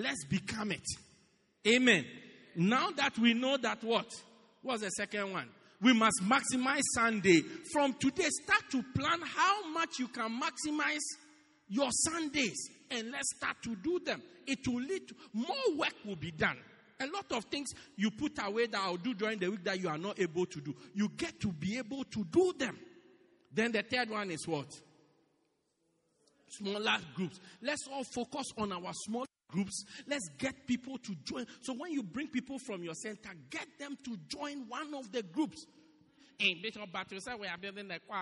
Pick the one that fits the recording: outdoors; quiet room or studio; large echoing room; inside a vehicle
large echoing room